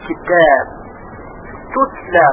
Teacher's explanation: باید این که حرف تا رو نباید خیلی تیز بگیم، طوری که هوا با فشار ازش خارج بشه و مثلا بگیم کتاب، کتاب زیاده، حرف تا فشار هوا داره زیاده، بلکه یک مقدار حرف تا رو باید به دال نزدیکتر بکنیم. کتاب، تطلع، به خصوص هنگامی که دو حرف تا به قدر به هم قرار بگیرن، تطلع علیهم.